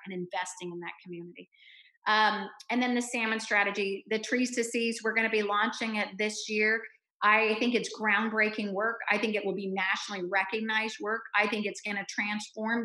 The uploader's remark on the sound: As part of our town hall series in partnership with the Washington Indivisible Network and Indivisible Tacoma, we present our virtual town hall. Our live conversation was recorded on the evening.